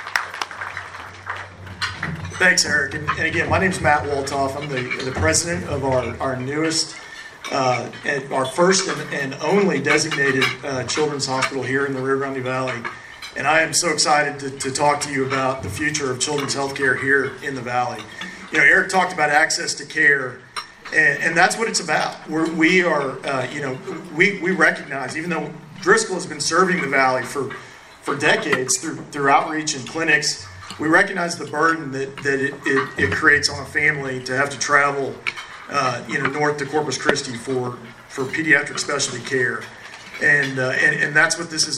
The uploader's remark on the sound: Driscoll Health System leaders speak at RGV Partnership event. To applause from the audience.